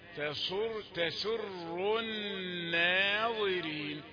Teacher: يعني النون رقيقة، ليس لأنها مقابلة للضاء تقوم تبقى تخينة، نديها تتخن من أختها، نقول الناظرين.